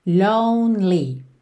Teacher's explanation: Atenção a essa pronúncia da palavra lonely, ok? Que esse E do meio não é pronunciado. Então, você vai do N pro L